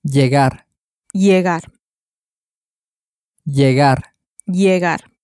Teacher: You can probably hear the y sound at the beginning because it's spelt with a double L at the beginning, so it's pronounced according to the tortilla pronunciation rule.